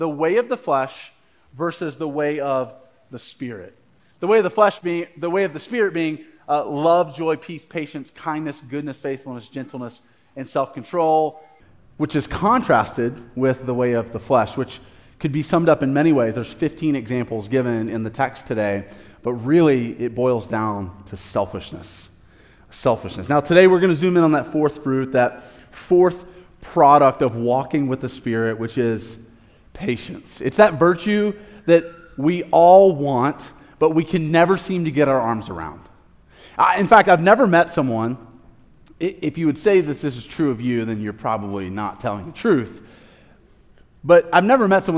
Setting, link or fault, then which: setting, large echoing room